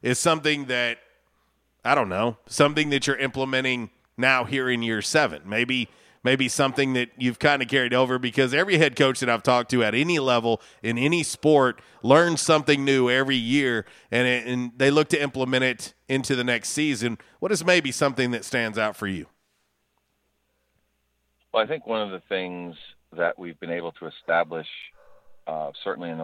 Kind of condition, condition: link, phone line